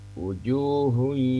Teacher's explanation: Selain memperlama dengung, itu juga mengarahkan ke rongga hidung · Term: wunnah